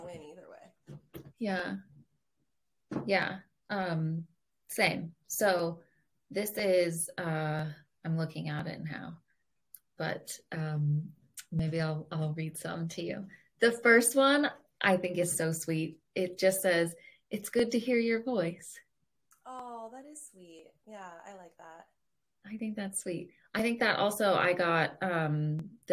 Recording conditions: poor sound quality